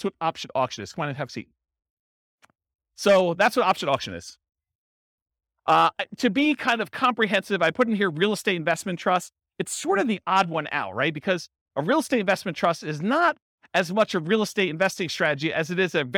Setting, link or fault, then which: setting, live audience